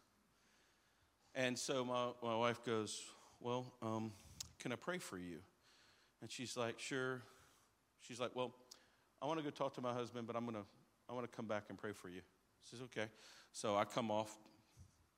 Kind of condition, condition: setting, live audience